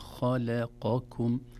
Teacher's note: كلمة خلقكم، لو تلاحظون أحبتي، الخاء حرف مفخم، خاء لا نقول خاء، ثم اللام حرف مرقق، لا نقول خلقكم نقول خلقكم، إذن تفخيم الخاء، ترقيق اللام، ثم تفخيم القاف، ثم ترقيق الكاف